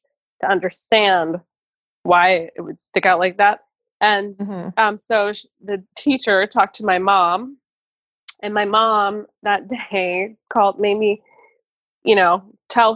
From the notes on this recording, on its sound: We chat via Zoom from the safety of our own homes in Seattle, the first hotzone of Covid 19 in the US.